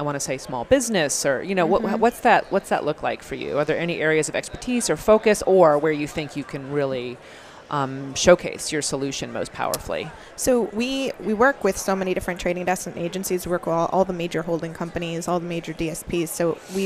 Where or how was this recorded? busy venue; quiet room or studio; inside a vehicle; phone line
busy venue